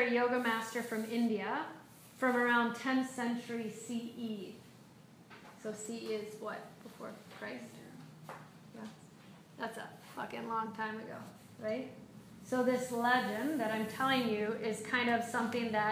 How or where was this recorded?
live audience